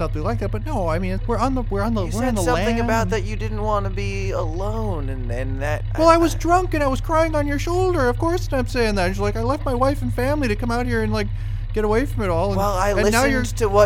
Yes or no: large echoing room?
no